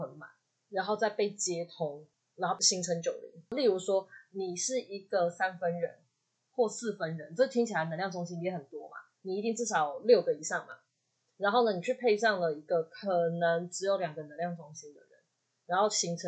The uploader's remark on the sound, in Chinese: 本集因錄製時忘記轉換麥克風，音質不太好，敬請見諒～（這集已經重錄兩次啦）。